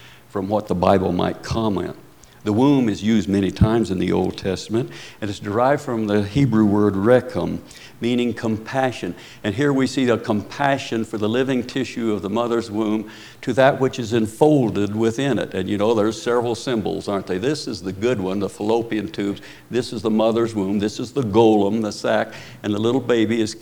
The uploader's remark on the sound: Preached at Paradise Valley Christian Church.